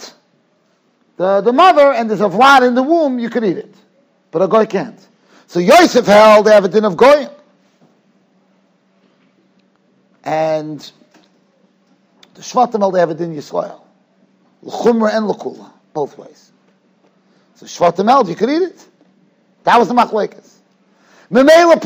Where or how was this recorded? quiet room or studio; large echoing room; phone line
large echoing room